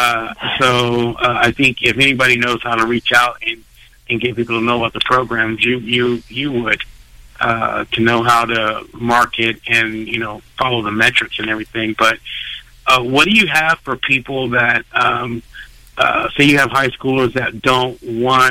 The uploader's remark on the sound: joins us on the phone!